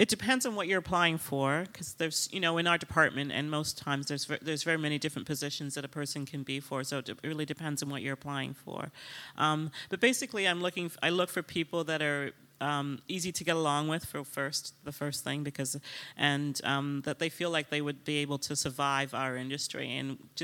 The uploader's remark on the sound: LIVE at Toronto Fashion Week